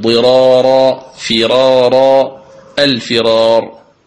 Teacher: لو طبقنا عنها القاعدة لقلنا هذه الكلمات الثلاث سبقت بكسر، الراء فيها سبقت بكسر، إذن ترقق، نقول ضرارا ضرارا في فرارا الفرار، وهذا في ثقل على اللسان. ولذلك وافق ورش رحمه الله القراء في هذه الكلمات الثلاث فقرأها بالتفخيم